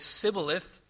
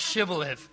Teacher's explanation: the people of Ephraim could say sibboleth, but not shibboleth. They could not pronounce the SH sound.